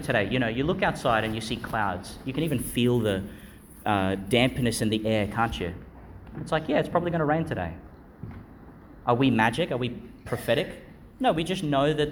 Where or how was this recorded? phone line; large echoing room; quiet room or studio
large echoing room